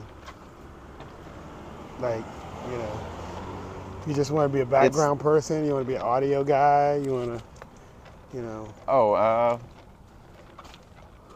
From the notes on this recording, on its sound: In this episode, I do a walk and talk